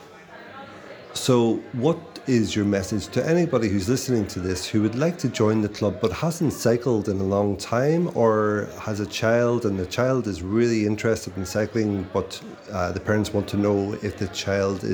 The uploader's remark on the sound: a recording from the Galway Bay Cycling Club's Christmas Party in December 2023